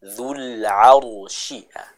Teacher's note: huruf ro-nya dibaca dengan tebal karena dia didahului oleh huruf yang harokatnya fathah